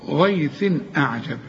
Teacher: صح كده، كمثل غيث، ما دام الغين مفتوحه تبقى مفخمه، غيث، هنا تنوينه بعده همزة ما تغنش، الهمزة من حروف الإظهار